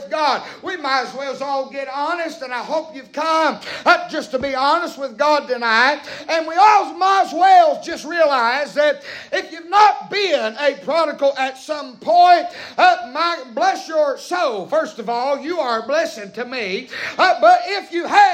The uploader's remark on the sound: Preaching live from Still Water Baptist Church.